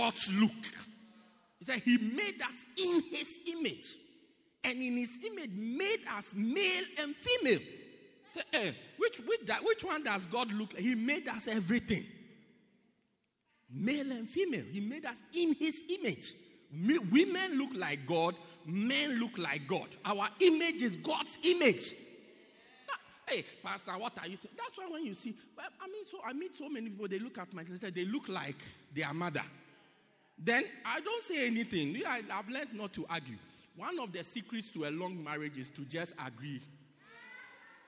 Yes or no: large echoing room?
yes